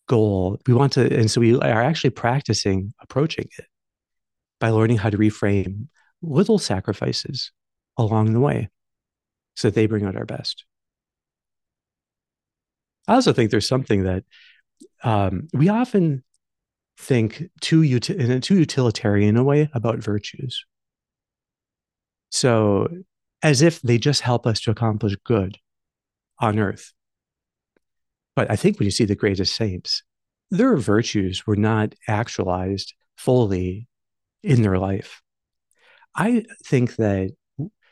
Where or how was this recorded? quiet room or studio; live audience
quiet room or studio